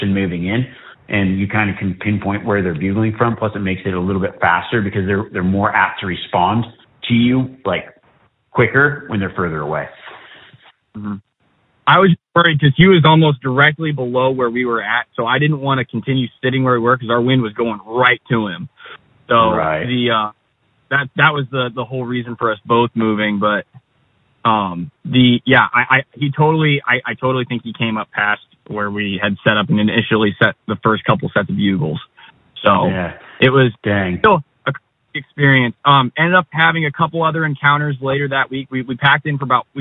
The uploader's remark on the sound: Live Q &. Joins a few callers in between glassing and guiding to answer their hunting questions. Callers during this Live Wild Live Q&A episode.